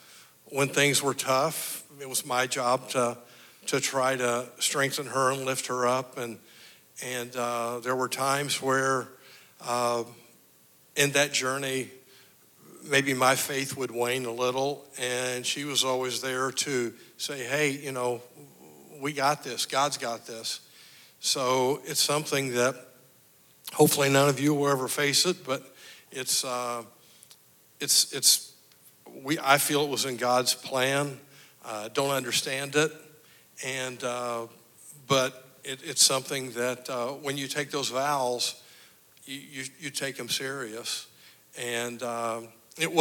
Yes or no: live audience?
yes